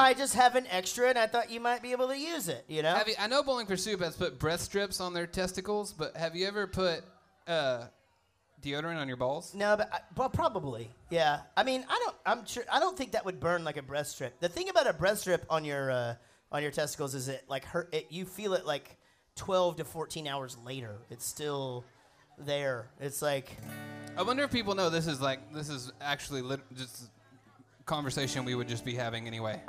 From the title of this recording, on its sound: LIVE from Hat Trick’s Sports Bar, Lewisville, TX